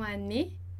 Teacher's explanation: Sem a pronúncia do e, tout, les années, então aqui o e acentuado, année. A gente não precisa também prolongar esse e, isso não existe